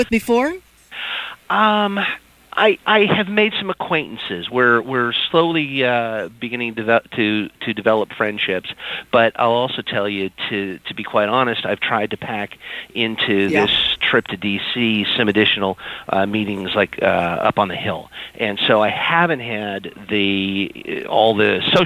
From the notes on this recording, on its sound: Dials in an appearance from the 85th annual US Conference of Mayors in Washington, D.C.